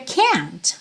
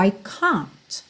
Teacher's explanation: no inglês britânico, esse A costuma ser um pouquinho mais vertical · Shown in: second take